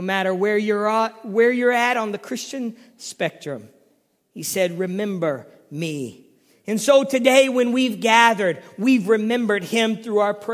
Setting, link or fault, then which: setting, large echoing room